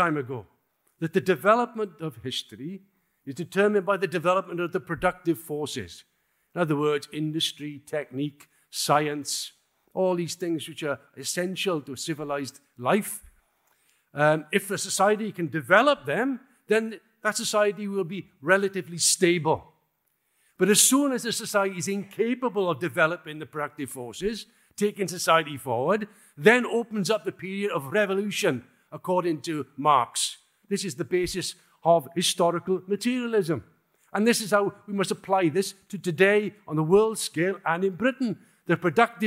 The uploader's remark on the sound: In this talk given at the recent Revolution Festival.